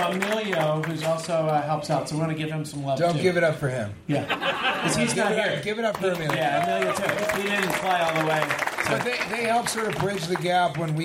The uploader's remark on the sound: Live from Edmonton!